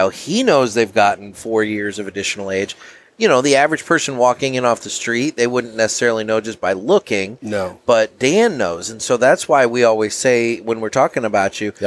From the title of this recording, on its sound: Live from the 100K Download Party!